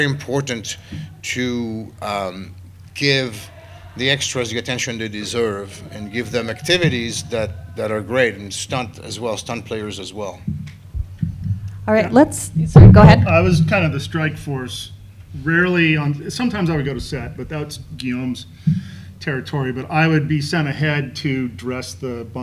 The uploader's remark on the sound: Recorded LIVE from the LA Convention Center at LA Comic Con 2023.